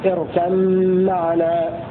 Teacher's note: هذه قراءة قنبل وأبي عمرو وعاصم والكسائي بالإضغام قولا واحدا ويكون إضغام متجانسين صغير والباء والميم تكون فيه مشددة